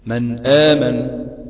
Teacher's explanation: اظهرت هنا النون كاملة بشكل كامل، اتيت بها كاملة · Term: الاظهار